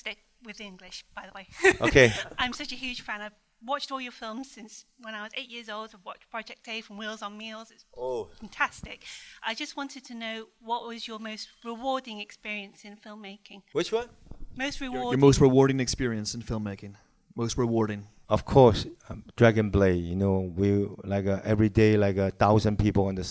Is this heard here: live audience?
yes